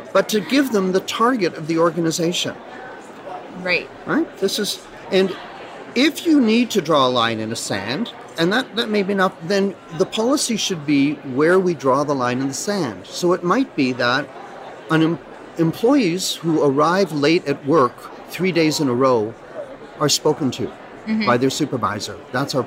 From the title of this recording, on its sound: Live at ARMA InfoCon